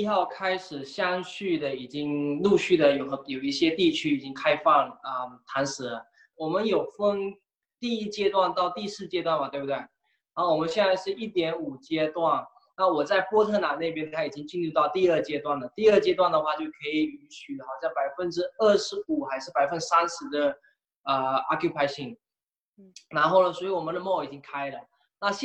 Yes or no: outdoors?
no